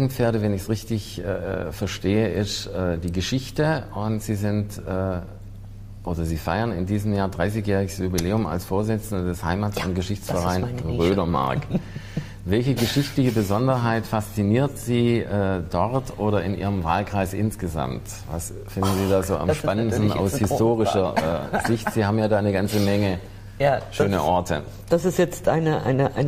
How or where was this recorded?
busy venue